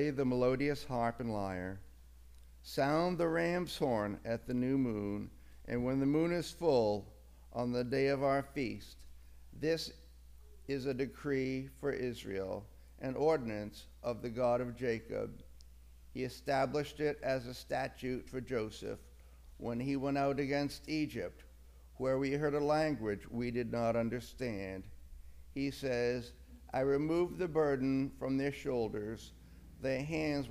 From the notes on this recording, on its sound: Audio from our service on August 28, 2022